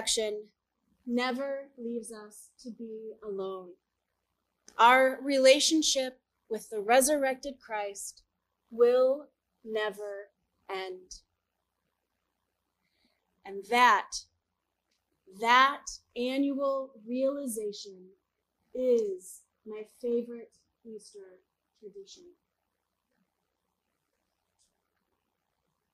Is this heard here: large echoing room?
yes